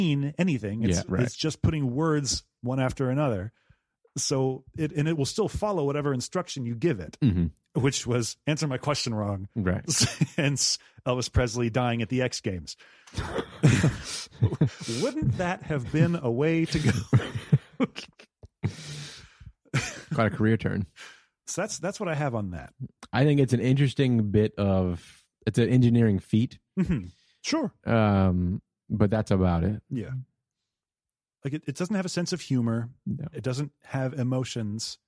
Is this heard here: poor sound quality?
no